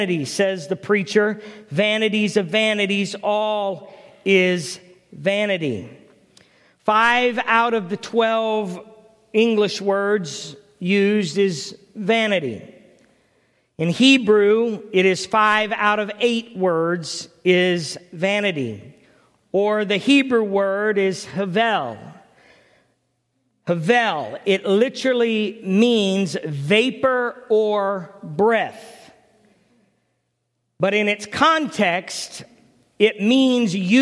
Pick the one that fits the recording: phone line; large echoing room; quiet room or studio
large echoing room